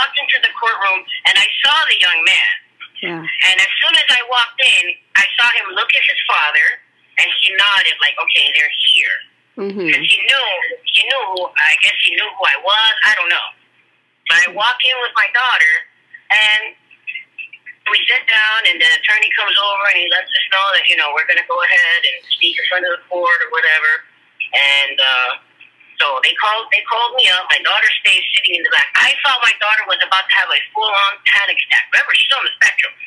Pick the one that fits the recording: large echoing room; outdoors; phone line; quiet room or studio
phone line